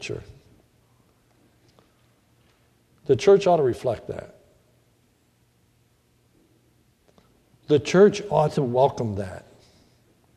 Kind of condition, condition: setting, large echoing room